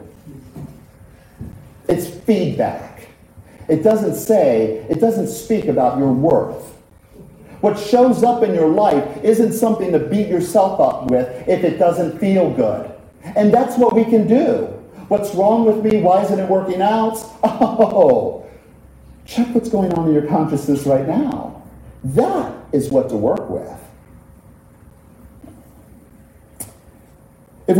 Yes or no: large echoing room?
yes